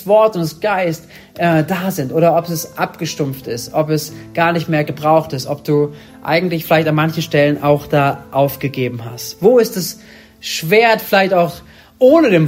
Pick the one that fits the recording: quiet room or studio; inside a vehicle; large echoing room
large echoing room